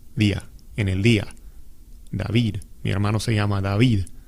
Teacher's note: Porque en español no es exactamente como they, donde la lengua va enfrente de los dientes y toca la parte frontal de los dientes del frente de arriba. Pero cuando dices la D de David o de día, estás como ligeramente tocando tu lengua para abajo de los dientes de arriba